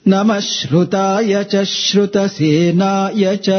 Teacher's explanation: because there is sanyuktakshara, you are supposed to give little extra stress and punch on this particular shru